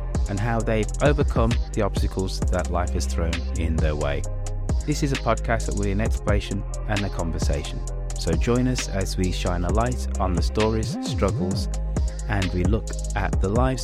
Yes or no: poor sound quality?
no